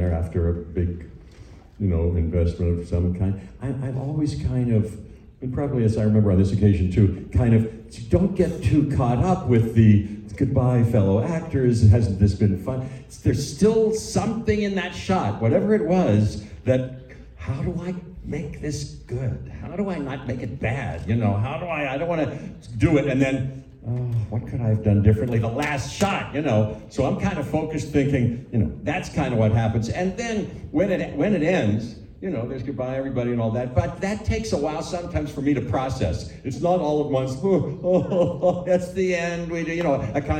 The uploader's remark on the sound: we hear the NYC IMAX Q&A